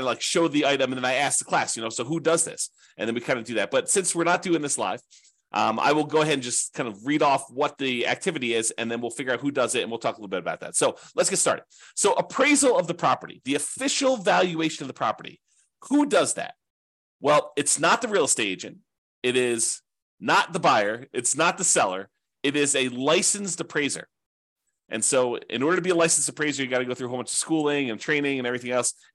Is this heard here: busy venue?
no